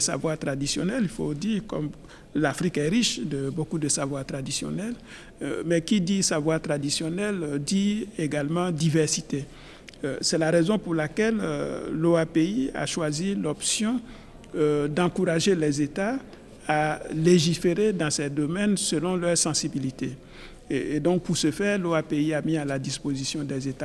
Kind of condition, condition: setting, busy venue